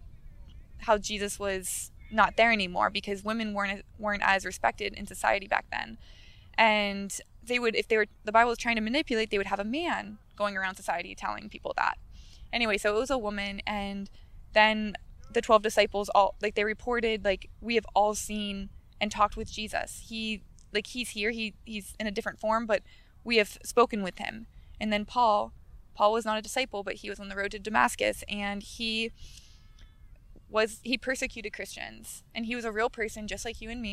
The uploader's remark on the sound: We have a discussion live with the backdrop of the beach sands in place. We spoke here on Playa Del Rey Beach.